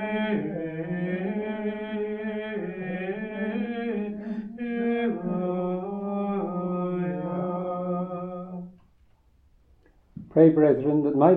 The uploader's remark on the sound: Recorded live at Southgate House